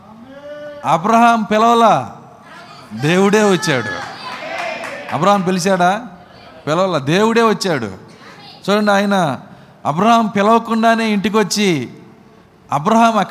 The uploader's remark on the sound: Live Audio - Communion Service. Tenali. We are broadcasting live services on Wednesdays & Sundays.